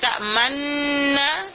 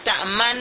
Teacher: yang pertama kita harus membaca dengung di sana